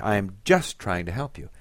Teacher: If you say, I am just trying to help you, it's the just that gets the emphasis.